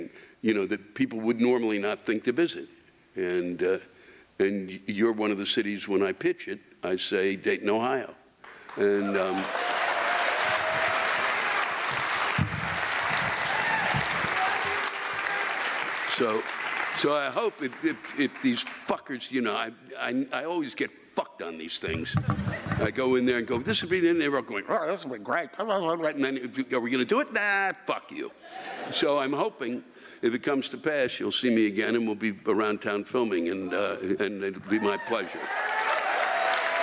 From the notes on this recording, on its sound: The live rants come from this past weekend’s shows. Packard Music Hall in Warren, OH and the Victoria Theatre in Dayton, OH.